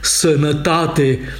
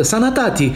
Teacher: Mai la sud, dialectul bucureștean a închis toate aurile neaccentuate · Shown in: first take · zicând sănătate din latinescul sanitate.